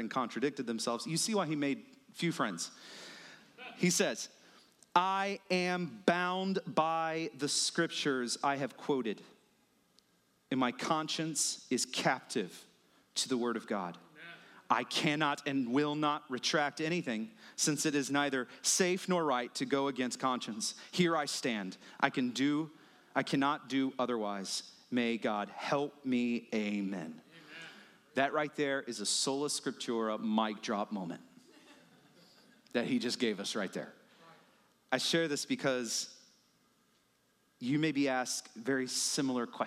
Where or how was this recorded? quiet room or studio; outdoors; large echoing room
large echoing room